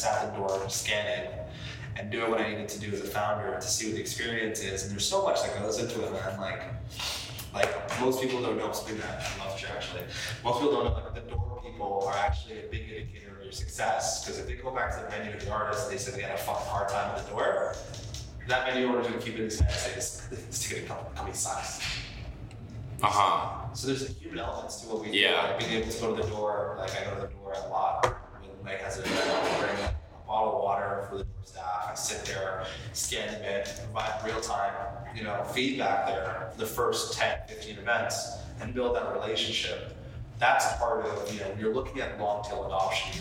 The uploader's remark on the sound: We recorded this live in Brooklyn during NFT.NYC and unfortunately, I didn’t have my full mic set up, so the audio isn’t perfect.